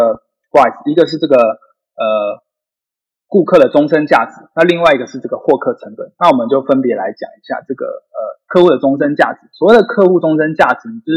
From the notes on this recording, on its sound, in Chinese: 本集節目採用 Zencastr 遠端錄音，非專業設備，錄音品質欠佳敬請見諒！